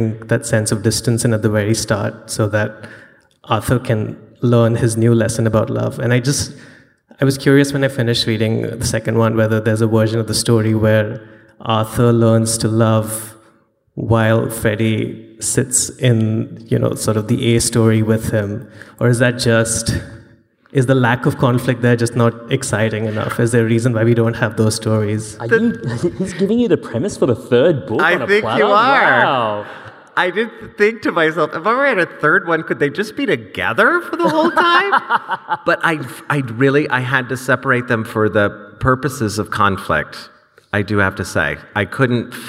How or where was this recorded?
live audience